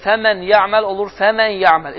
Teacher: فَمَنْ يَعْمَلْ مِثْ قال ذرة خيرا يرى فمن يعمل مثقال ذرة خيرا يرى İdğam, deməli, birinci sözlə fəmən yəməl olur, fəmən yəməl. İdğam məlğunna qaydasına görə, çünki yə, qunna, məlğunna hərflərindəndir